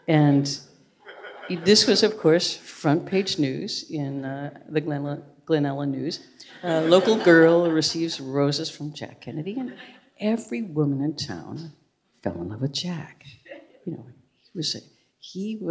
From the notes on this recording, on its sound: live on stage